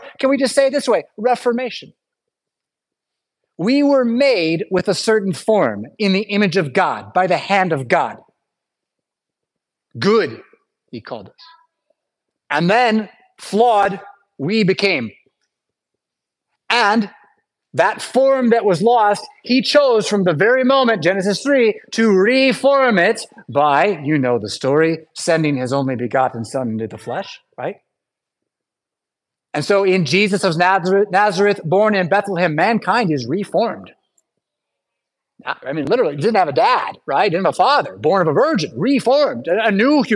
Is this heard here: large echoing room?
yes